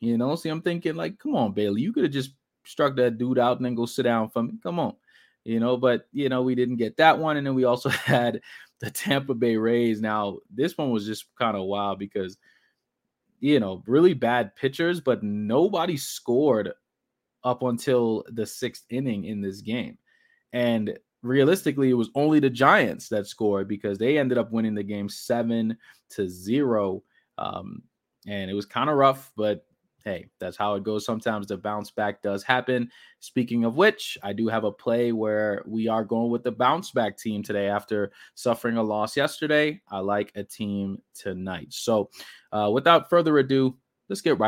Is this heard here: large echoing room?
no